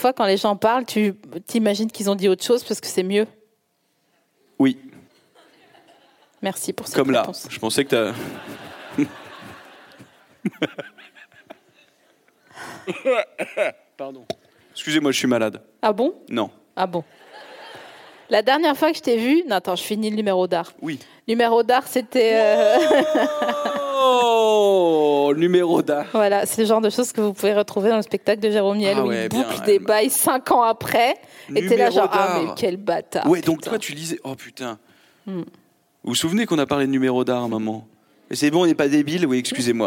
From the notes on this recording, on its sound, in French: Produit par Binge Audio. Enregistré le 10 octobre 2022 à la Scala Paris.